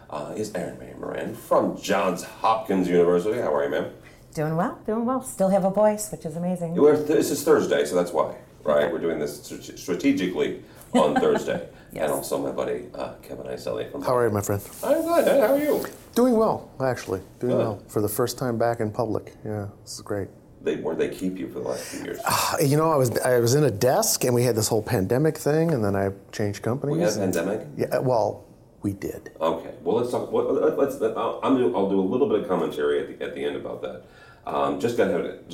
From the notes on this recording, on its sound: Live From ISE 2024. We are live and in-person for this week's show in Barcelona.